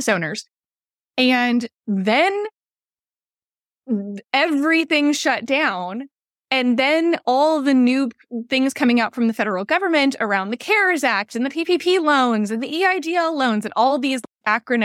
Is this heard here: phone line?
no